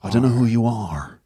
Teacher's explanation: he's from Northern Ireland, so he sort of rounds the R off